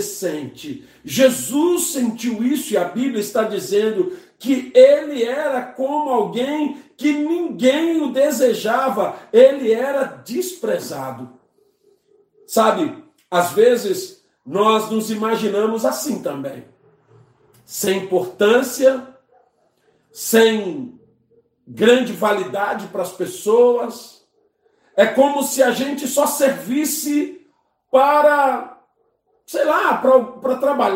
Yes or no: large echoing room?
yes